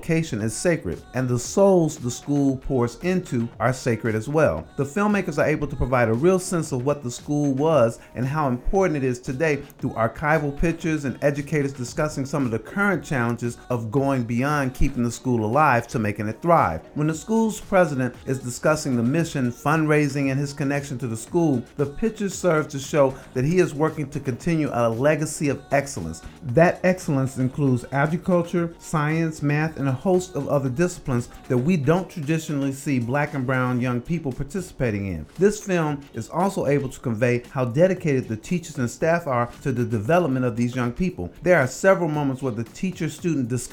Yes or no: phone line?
no